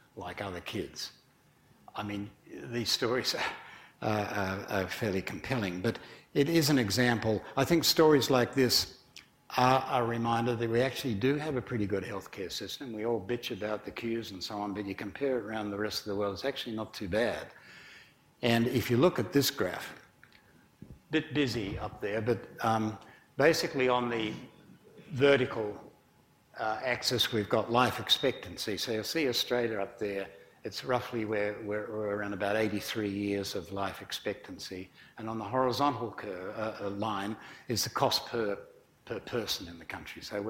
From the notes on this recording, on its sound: IFE Grand Challenge Lecture, recorded on April 6 2018 at QUT